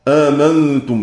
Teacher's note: وحفص يسقط الهمزة الأولى في المواضع كلها آمنتم في الأعراف وطه والشعراء، وقنبل يبدل الهمزة الأولى في الأعراف